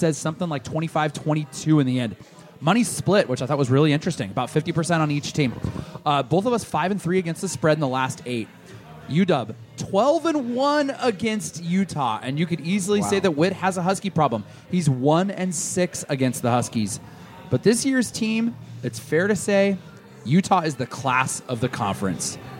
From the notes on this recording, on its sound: live from the Roanoke